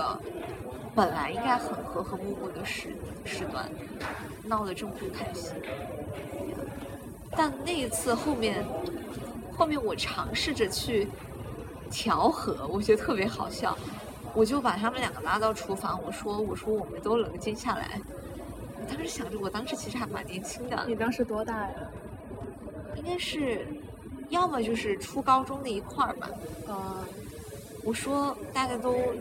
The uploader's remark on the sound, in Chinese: 本期节目的录制环境由于是在室外，因此收听过程中听众朋友们会听到一些杂音